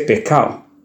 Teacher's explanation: Así, la palabra pescado a veces pasa a pronunciarse pescao.